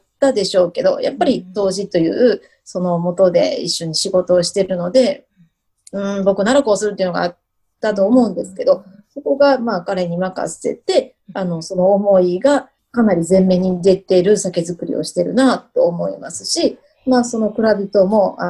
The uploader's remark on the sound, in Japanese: Zoom収録